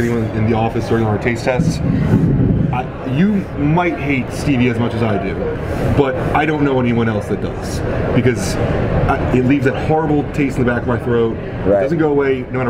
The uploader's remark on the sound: Natural Series Launch at the 2018 Arnold Sports Festival. In March of 2018, everyone in the sports nutrition industry descended upon beautiful Columbus, OH. This was a super fun, relaxed conversation that was done in the hotel lobby, so there will be some background noise.